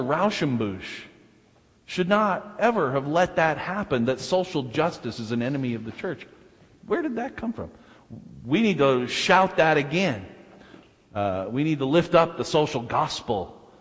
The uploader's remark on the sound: delivered at First Baptist Church of Salt Lake City